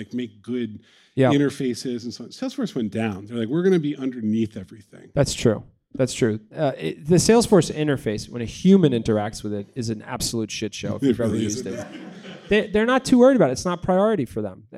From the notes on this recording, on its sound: Sit down with a live studio audience to discuss funnels.